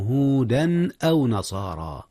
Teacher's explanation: جاء الإظهار هنا في هودا أو نصارى يا أستاذنا. أظهر التنوين قبل الهمزة، إذ الهمزة من أحرف الحلق وهي من أحرف الإظهار طبعا